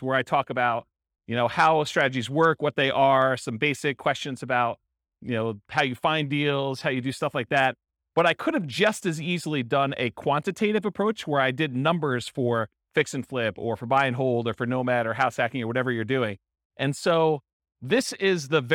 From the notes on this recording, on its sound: This was a live class recorded